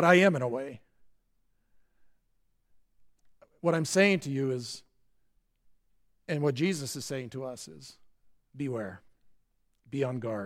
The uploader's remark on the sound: At Grace Evangelical Lutheran Church, Lexington.